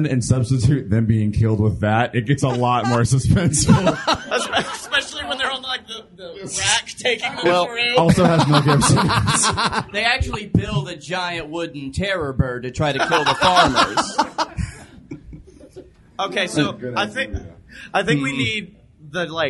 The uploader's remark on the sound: Live from Dragon-Con! We actually performed live at Dragon-Con.